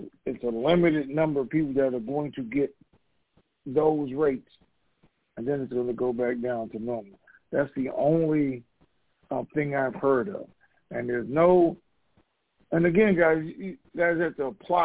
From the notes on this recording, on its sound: TNTSuperfantastic Conference Call.